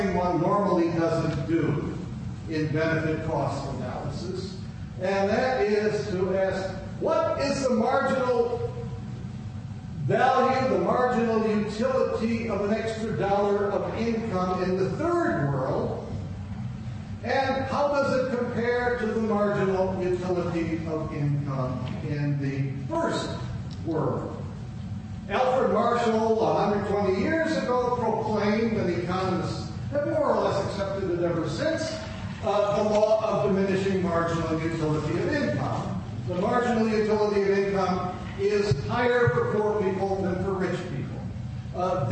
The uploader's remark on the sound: Princeton Colloquium on Public and International Affairs - Day Two - Dodds Auditorium 3:00 pm session.